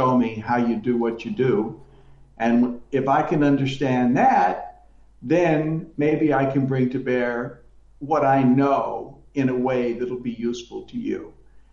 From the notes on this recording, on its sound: Please note: Our recording this time was plagued by technical glitches. Sadly, the audio quality isn't perfect.